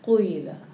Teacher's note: وأما قيل فهذه تسمى بلغة الإشمام، لأنك حال الرفع تعطيها نحو من الكسر